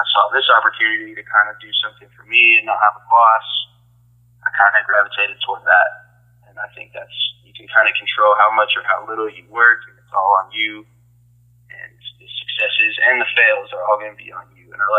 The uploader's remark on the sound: Phone Interview.